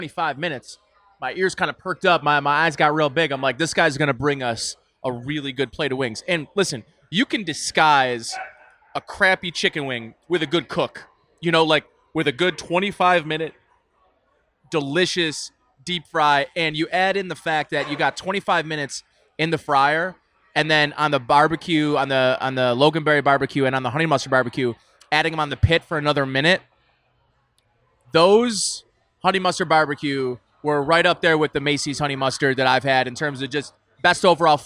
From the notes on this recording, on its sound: a podcast taped at Imperial Pizza on Abbott Road in South Buffalo